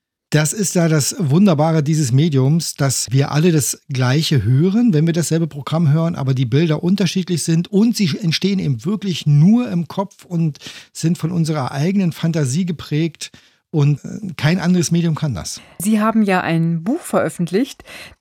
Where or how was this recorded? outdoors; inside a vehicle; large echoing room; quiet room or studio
quiet room or studio